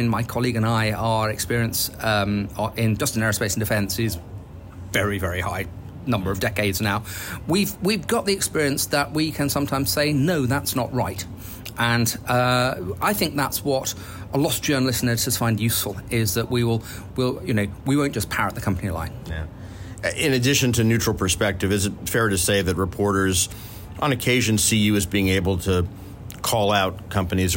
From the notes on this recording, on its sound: The interview, recorded on location at the biennial Paris Air Show, also captures trend-related civil and military news from the week-long event, the aviation’s largest industry-focused gathering.